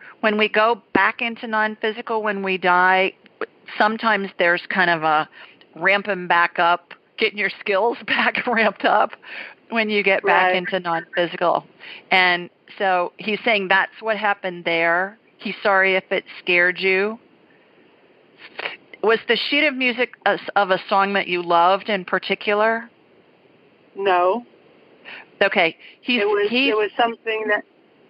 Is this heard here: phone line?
yes